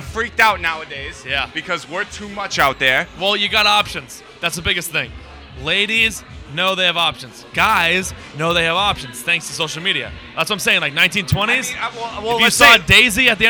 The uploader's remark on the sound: Live From The Greatest Bar